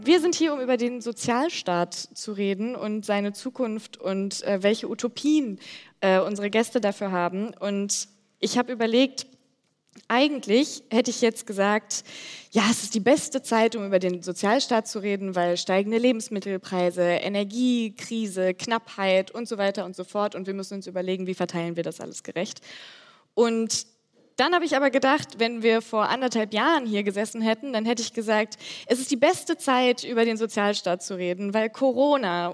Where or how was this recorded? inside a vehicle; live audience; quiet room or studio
live audience